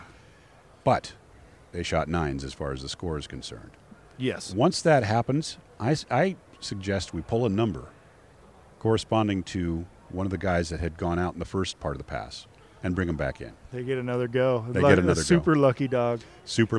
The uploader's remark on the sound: Live at the Vegas Shoot. Live in Las Vegas!